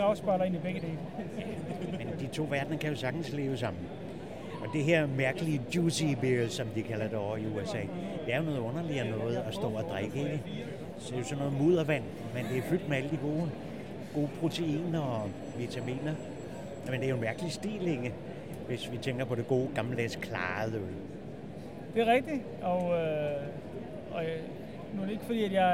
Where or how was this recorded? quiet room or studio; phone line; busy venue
busy venue